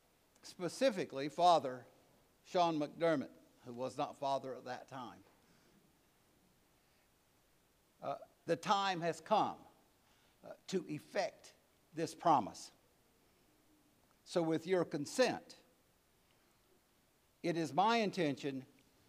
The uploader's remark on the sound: Preached at All Saints Anglican Church in Charlottesville, VA.